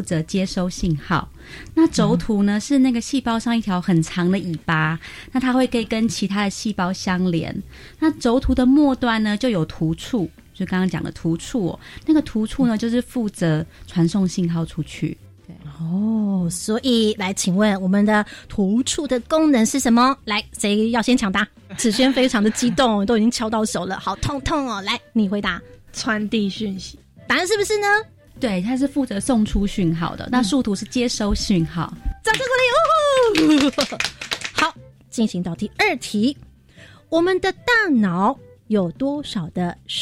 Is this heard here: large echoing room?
no